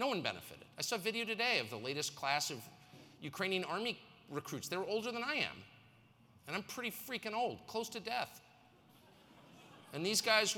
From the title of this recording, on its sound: speaks at the RiskOn360! Global Success Conference